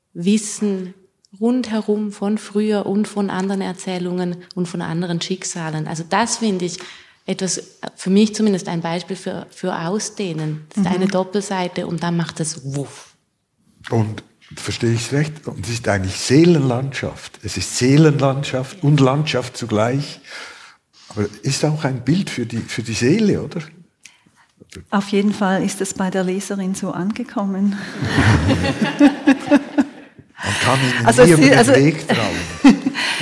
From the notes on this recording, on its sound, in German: Live aufgenommen an der literaare in Thun.